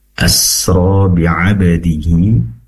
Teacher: ainnya pastikan diperjelas yaitu dari tenggorokan bagian tengah